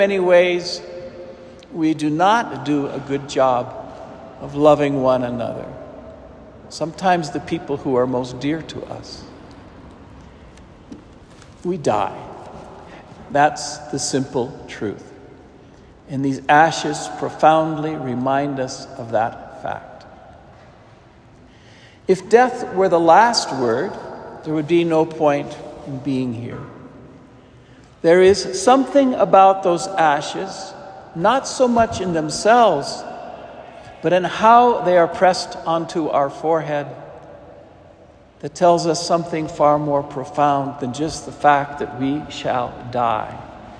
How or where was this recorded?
large echoing room